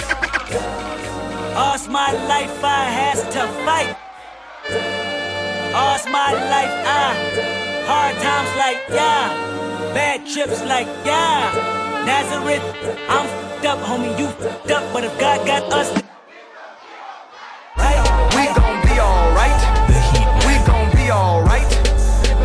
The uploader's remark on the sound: a live DJ set at a recent event